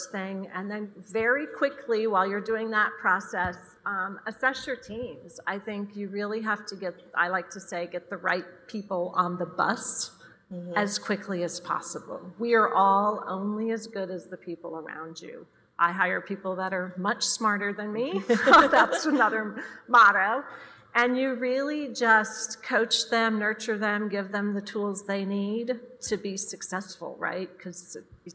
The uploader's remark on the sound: This episode was recorded at the Women in Retail: On the Road Dallas event in July.